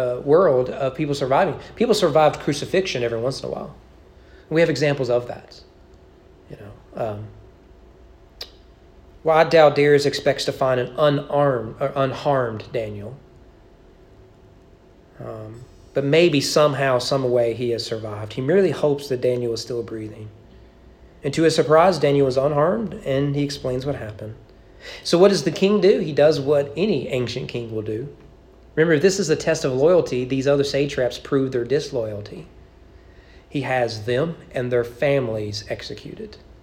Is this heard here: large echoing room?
yes